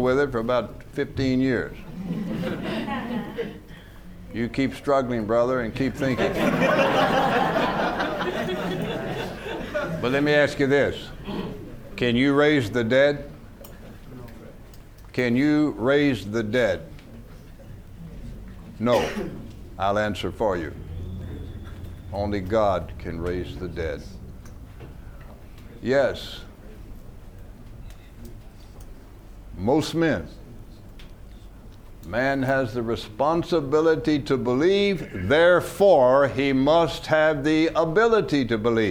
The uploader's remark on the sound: From the HeartCry Asia Conference 2023.